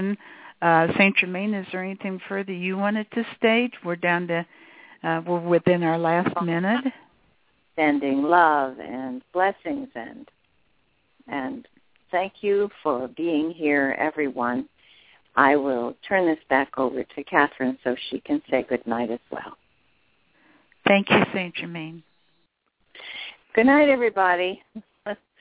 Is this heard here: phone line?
yes